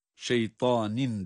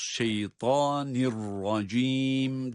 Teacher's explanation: idgam yaparak ra'yı şeddeli gibi okuyoruz · Shown in: second take